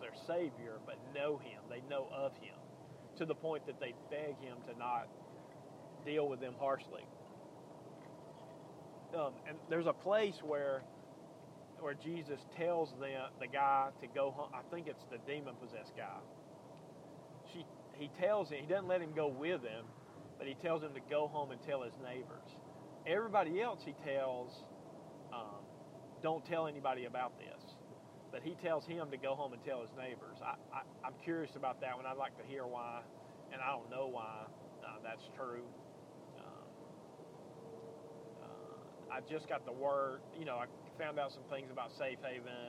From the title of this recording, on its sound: driving home from Tuscaloosa